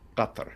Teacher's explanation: Qatar. It has a the Q is a glottal stop